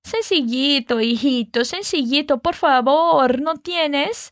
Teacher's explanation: Essa é uma entonação muito comum daquela região do sul do Peru e que dá esse tom de ternura, de mimo, principalmente quando vem de uma senhorinha de idade.